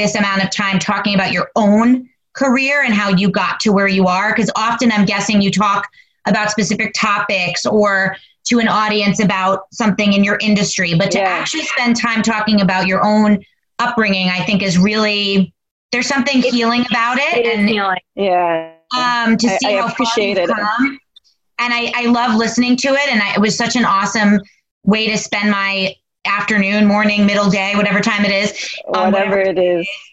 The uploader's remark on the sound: virtually sit down